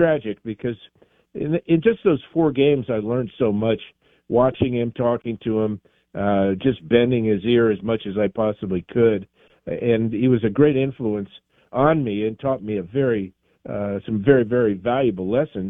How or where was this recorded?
phone line